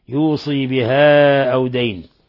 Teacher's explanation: وقرأ الباقون بكسر الصاد وياء بعدها